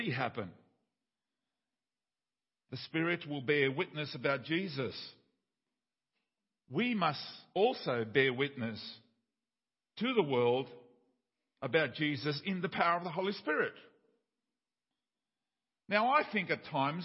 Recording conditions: large echoing room